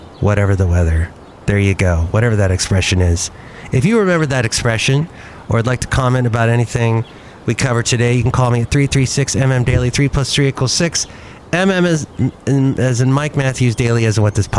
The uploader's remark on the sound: Podcast live from Cafe Anyway.